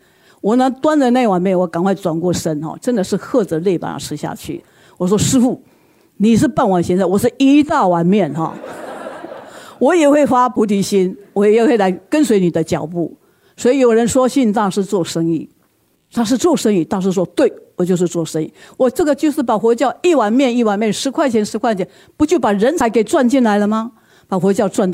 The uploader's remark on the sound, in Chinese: 本集內容取自天下文化主辦的《星雲大師的身教與言教》新書分享會現場錄音。